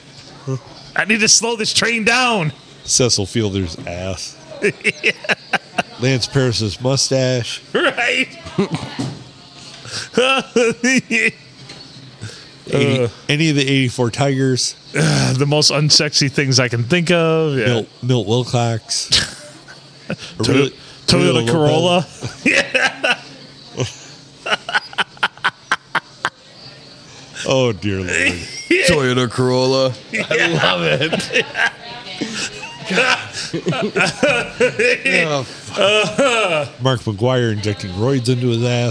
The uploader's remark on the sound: Recorded at the Stumble in Minden.